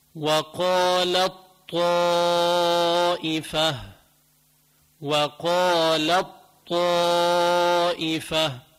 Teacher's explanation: بضغمهم ببعض، فبقول وقالت طائفة، وقالت طائفة، أضغمتهم ببعض، قلوها ما بقى بقول تاء، بقول طاء مشددة